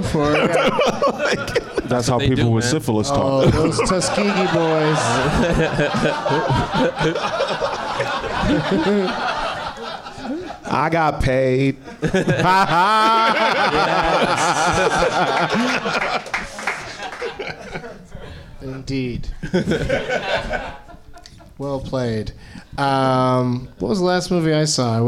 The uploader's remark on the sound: Live from Nerdmelt in Los Angeles.